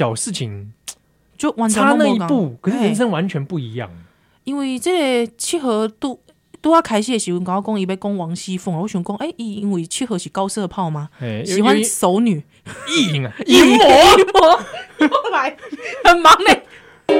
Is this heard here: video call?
no